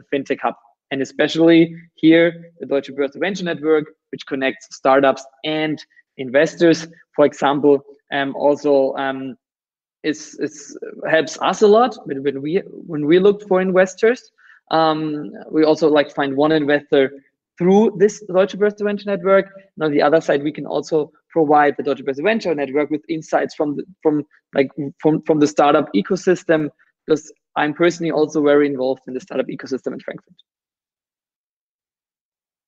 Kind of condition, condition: link, video call